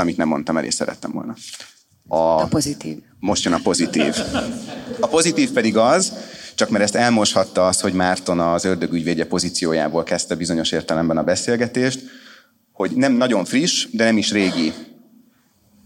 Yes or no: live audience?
yes